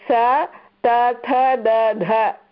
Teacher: जिह्वायाः अग्रभागः दन्तस्य पृष्ठभागे एव स्पर्शनं करोति खलु, अतः सर्वे दन्तवर्णाः.